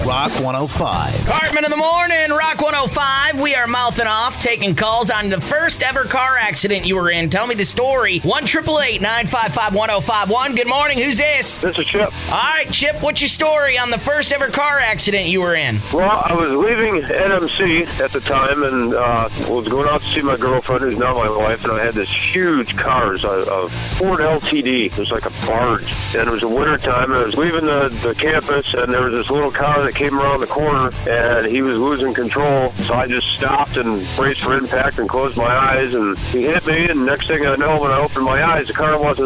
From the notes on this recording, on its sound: I opened up the phone lines to have people call